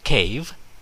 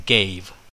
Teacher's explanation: They're the voiceless consonant k, as in cave, and the voiced consonant g, as in gave. · Term: stop consonants